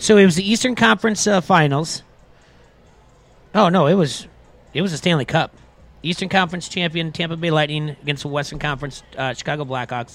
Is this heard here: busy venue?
yes